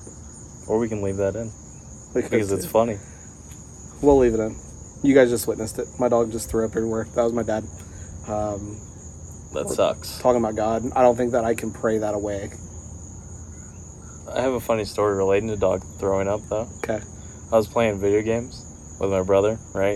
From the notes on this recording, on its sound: Chatting at a Garage Sale. They chat it up while sitting outside.